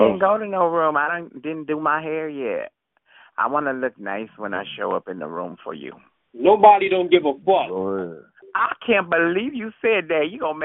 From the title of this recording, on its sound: Conference Call